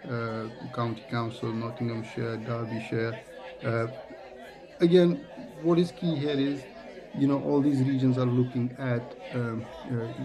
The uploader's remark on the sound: LIVE at Excel London - London EV Show 2023